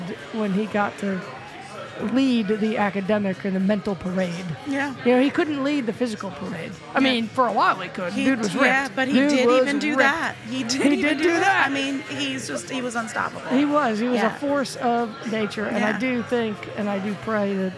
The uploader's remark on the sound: Gathered downtown Wilmington, NC between 3pm and 5pm at the Pour Tap Room on Front Street to have drinks, fellowship, and share stories about Bob.